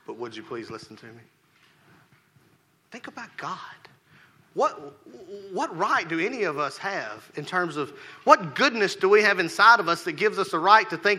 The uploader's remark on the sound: Rocky Valley Baptist Church morning service.